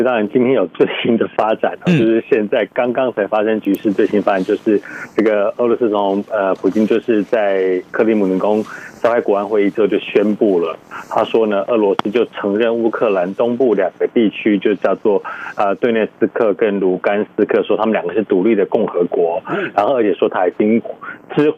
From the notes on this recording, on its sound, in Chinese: 連線美國之音白宮記者。傳遞來自華府的第一手報導。